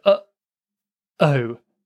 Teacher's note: So keep practicing, then your throat should be closed in between those two sounds. And then when you say the second part, you're pushing the air out. There's a push right from the back. · Term: glottal stop